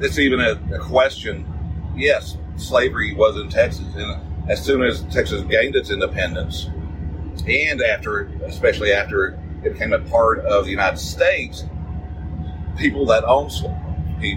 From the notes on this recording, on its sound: Special Edition from the Field. This is an unscheduled episode recorded without notes from work. I apologize for the bad sound quality.